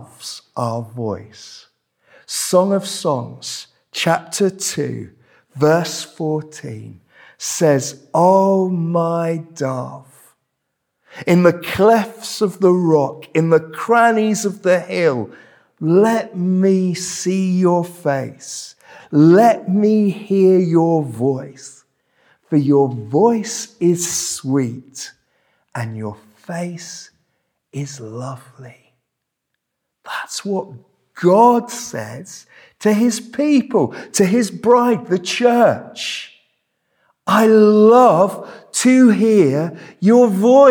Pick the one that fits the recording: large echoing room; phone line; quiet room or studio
large echoing room